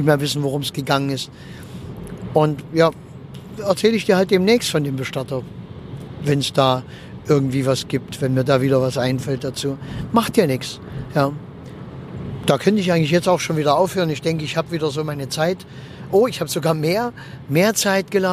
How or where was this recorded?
inside a vehicle